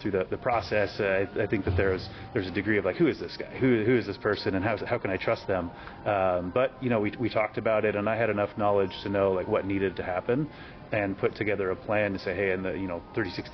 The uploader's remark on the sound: on the sidelines of the HubSpot Inbound conference